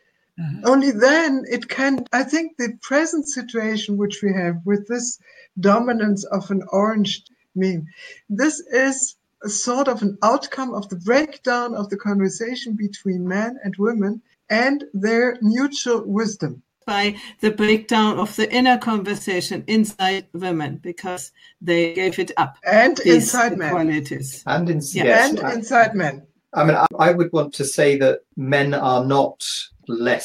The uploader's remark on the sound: excerpt of a live video conversation